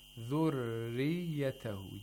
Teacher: You make the tapping sound followed by the dragging sound of ra.